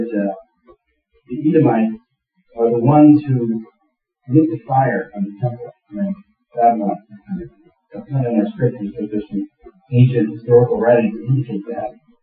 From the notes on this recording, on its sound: Apologies for the bad sound. We had a technical issue.